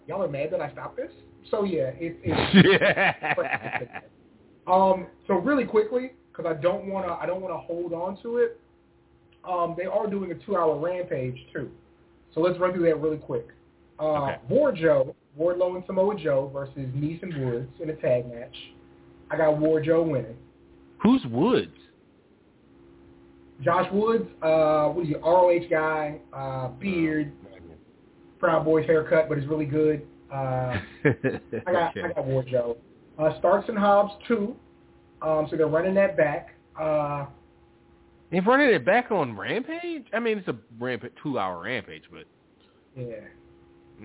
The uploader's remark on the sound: On this week's live ECC. Live calls, emails and more conversation. Weekly caller, email and tweet driven show.